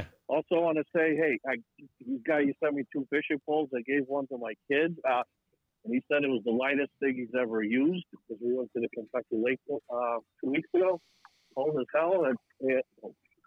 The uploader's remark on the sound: with the phone lines open live and in real time, the listeners get in on the action as well